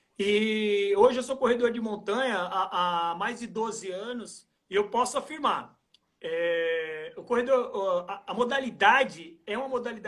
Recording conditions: video call